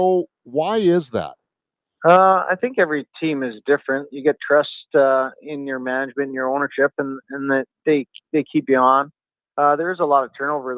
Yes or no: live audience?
no